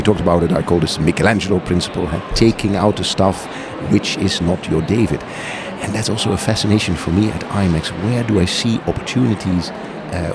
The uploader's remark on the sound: Onsite at #IMEX23. Live from buzzing and immersive IMEX 2023 in Las Vegas, USA.